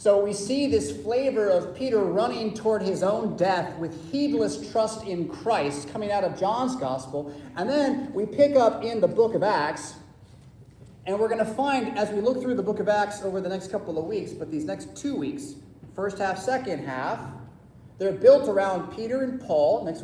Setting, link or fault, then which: setting, large echoing room